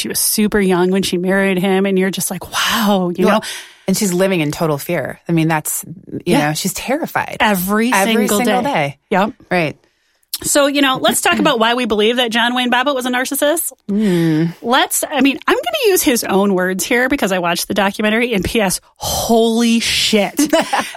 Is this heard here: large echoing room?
no